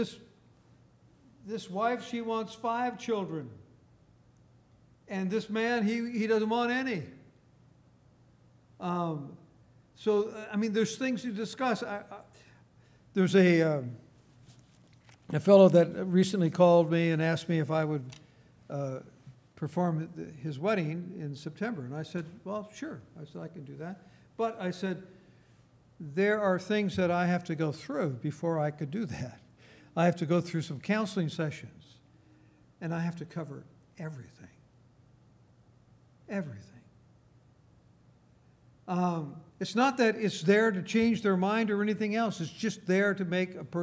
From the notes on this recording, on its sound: Recorded on June 3, 2018 at Grace Bible Fellowship in Front Royal, VA